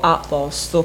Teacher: Io da emiliana dico a posto, con la O aperta.